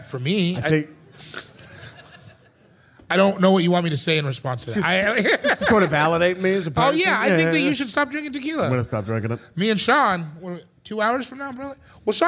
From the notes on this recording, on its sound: LIVE AND DIRECT FROM PORTLAND!